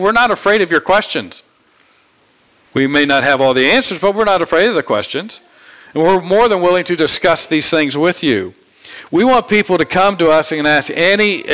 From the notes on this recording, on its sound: from the pulpit of Grace Community Church in Berea, KY